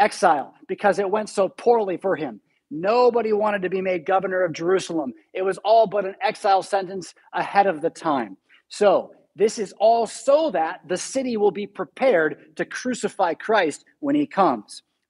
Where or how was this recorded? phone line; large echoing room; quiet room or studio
large echoing room